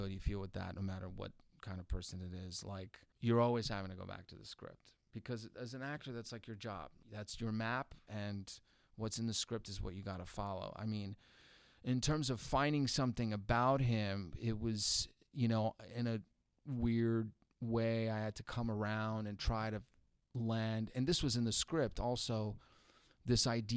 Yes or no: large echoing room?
no